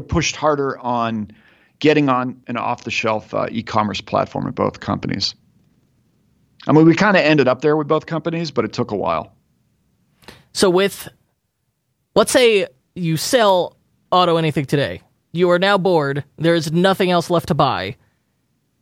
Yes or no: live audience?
no